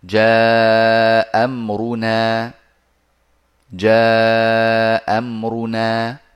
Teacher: المتفقتين سواء كانتا مفتوحتين أو مضمومتين أو مكسورتين ففي هذه الحالة قرأ أبو عمرو بإسقاط الهمزة الأولى